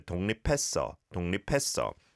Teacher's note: Rather than 독립했어, the B 받침 of lip and then the 히읗 of 했어, they blend together